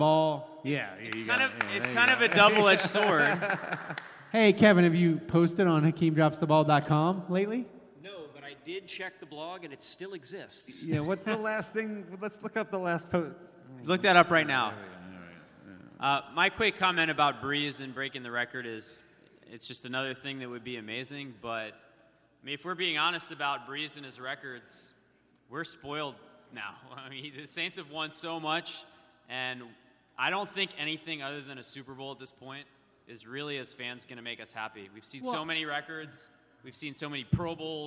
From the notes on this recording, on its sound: LIVE SHOW at Tracey's In Irish Channel. Saints Happy Hour did a live show at Tracey's! Basically had a blast with a live audience.